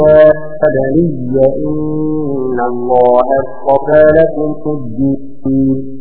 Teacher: كلمة يا بني إن النون، النون في كلمة إن نون مسددة تغن بمقدار حركتين